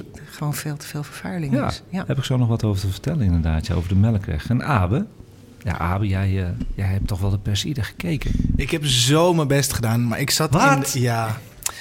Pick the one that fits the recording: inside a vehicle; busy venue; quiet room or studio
busy venue